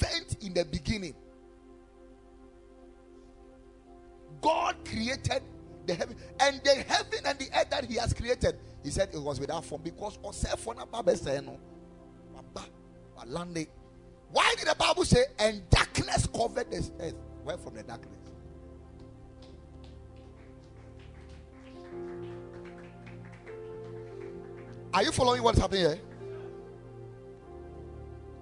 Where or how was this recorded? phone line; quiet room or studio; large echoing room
large echoing room